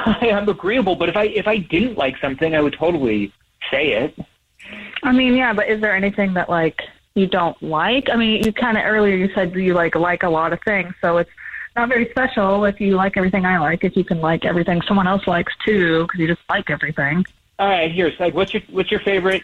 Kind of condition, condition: link, phone line